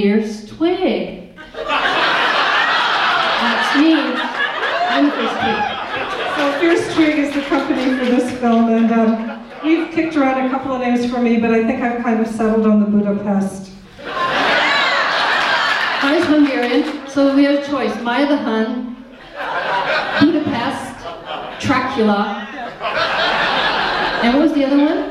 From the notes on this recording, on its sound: Derby Crazy Love Toronto Premiere Q&A. Short Q & A after the film.